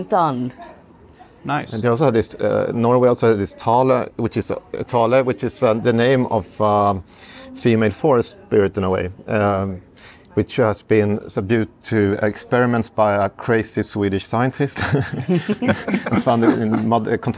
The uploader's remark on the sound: Bonus mini episodes recorded live at the International Society for Contemporary Legend Research 40th anniversary conference in Sheffield.